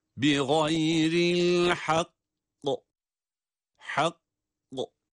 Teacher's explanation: Kaf harfinde durduğumuz zaman, kaf harfinin duruşunda kalkale harfi olması itibariyle kalkale sesini, yani kafın mahrecini depreterek patlayan bir sesle durabiliyoruz.